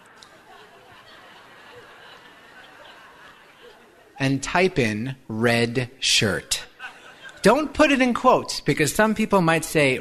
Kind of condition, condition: setting, live audience